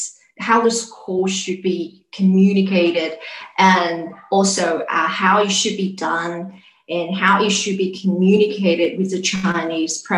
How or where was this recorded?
video call